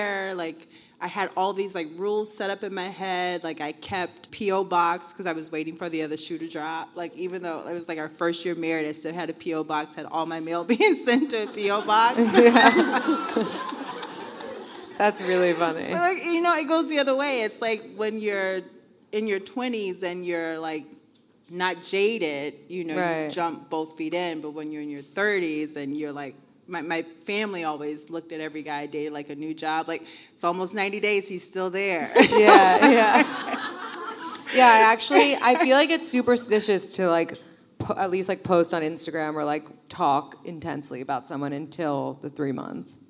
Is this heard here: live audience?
yes